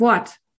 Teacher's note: Ja, aber das hören die Kinder nicht, weil wir sagen Wort. Das verschlucken wir, das R.